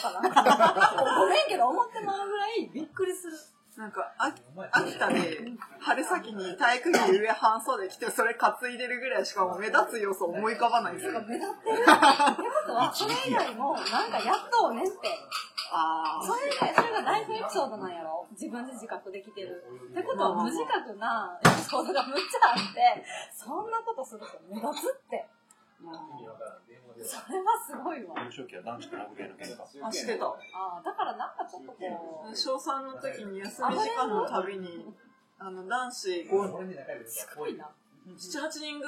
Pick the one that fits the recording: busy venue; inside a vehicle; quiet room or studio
busy venue